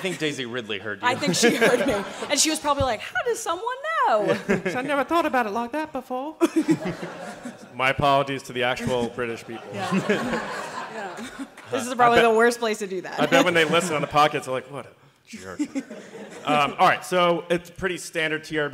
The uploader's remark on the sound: Star Wars Celebration LIVE Podcast. We have brought our experience to you with our live podcast from the conventions! Took live audience questions.